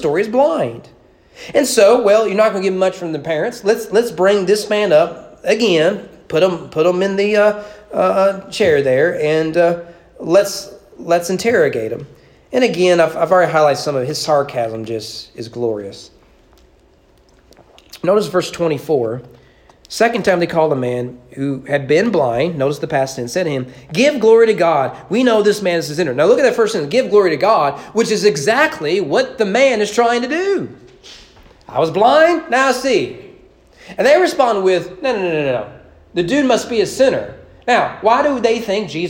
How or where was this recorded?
large echoing room